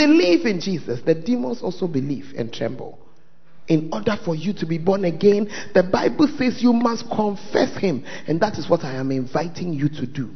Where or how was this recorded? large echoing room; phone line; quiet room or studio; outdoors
large echoing room